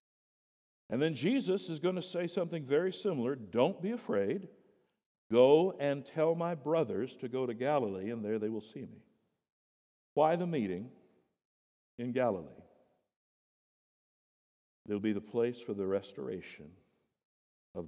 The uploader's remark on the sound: The Easter sermon at Boulevard Baptist Church. At the 8:00am service.